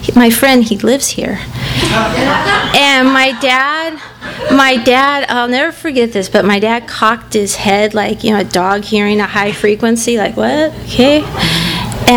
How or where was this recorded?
live audience